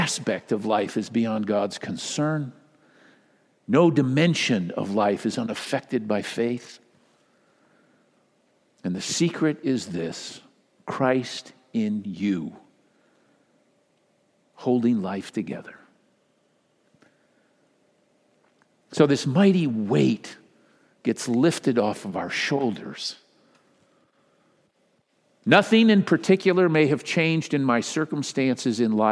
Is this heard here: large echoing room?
yes